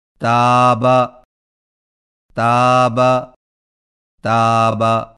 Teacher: تا کی ادائیگی میں زبان کی نوک کو سامنے والے اوپر کے دو دانتوں کی جڑ سے لگا کر باریک آواز میں پڑھیں